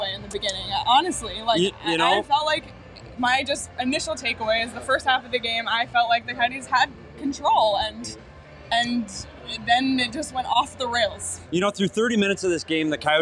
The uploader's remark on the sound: broke it all down after the game live from Gila River Arena